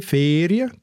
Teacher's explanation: Das erste E ist lang in meinem Fall ist es ein geschlossenes E, Ferien. Der Baselbiet würde Ferien sagen, also offener.